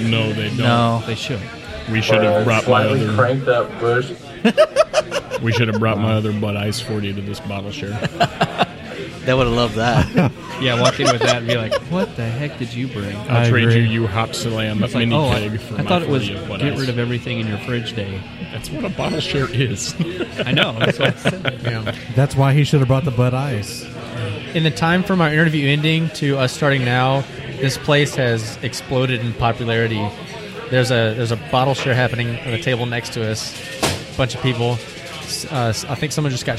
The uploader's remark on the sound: We spend some time at Division Brewing in Arlington, TX